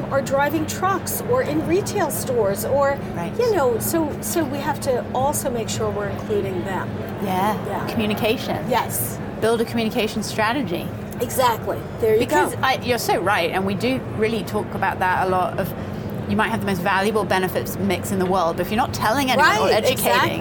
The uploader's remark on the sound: Unum took its Gartner Marketing Award-winning HR Trends podcast studio on the road (again) to the 2023 HR Technology Conference & Exposition. Unum took its Gartner Marketing Award-winning HR Trends podcast studio on the road (again) to the 2023 HR Technology Conference & Exposition , held October 10–13 in Las Vegas.